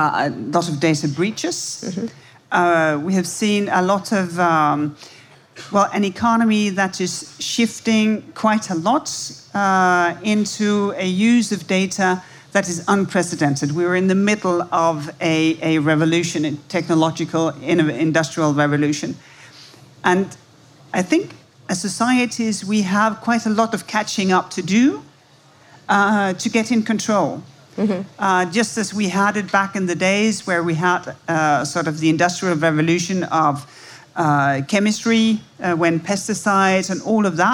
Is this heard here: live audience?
yes